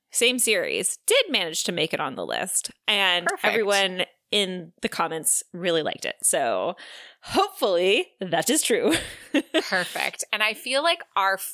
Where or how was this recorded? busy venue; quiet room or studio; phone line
quiet room or studio